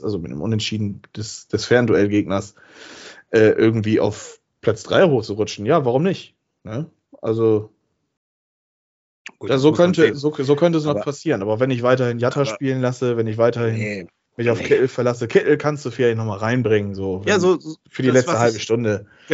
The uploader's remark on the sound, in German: Aufgezeichnet am 11.04.2022 via Skype